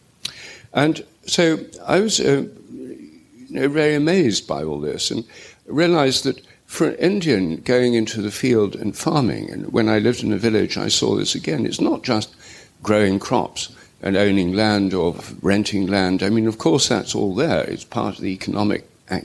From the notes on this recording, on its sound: The 2020 Oxford Real Farming Conference. Recorded at Oxford Town Hall.